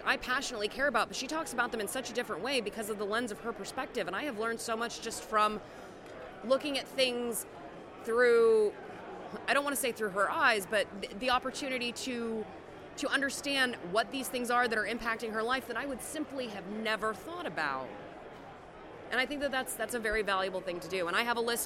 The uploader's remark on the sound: at the Twelfth Annual Southern California Linux Expo (SCALE 12x)